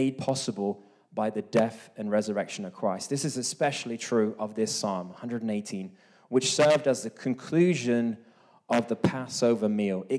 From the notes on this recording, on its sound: This message was recorded live at our Malmö Gathering on Sunday, April 2nd, 2023.